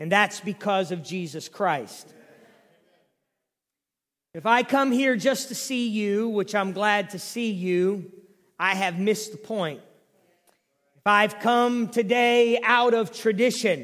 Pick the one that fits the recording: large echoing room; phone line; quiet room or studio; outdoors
large echoing room